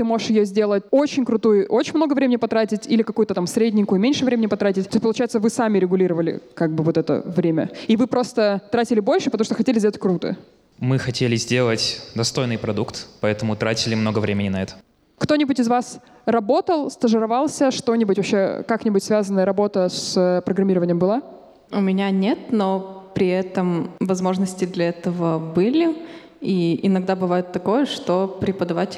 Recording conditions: live audience